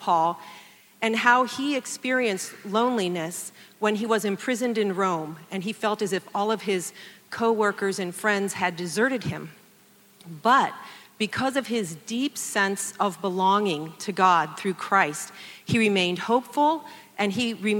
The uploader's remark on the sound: In this address she speaks to an audience primarily made up of students who would identify themselves as Christians in the secular university context of Ohio State.